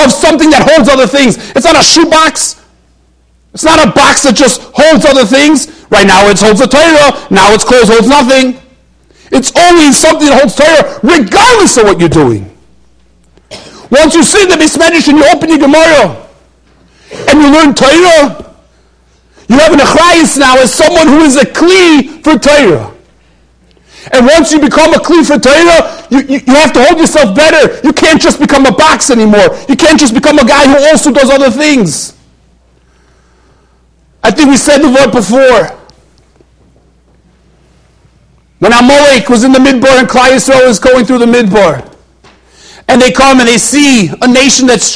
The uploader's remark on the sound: During Thursday Night Seder. Shiur recorded in Yeshivas Ohr Reuven, Monsey, NY.